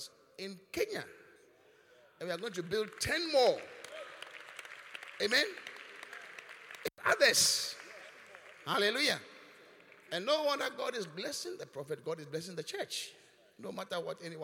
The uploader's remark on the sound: Preached at the Qodesh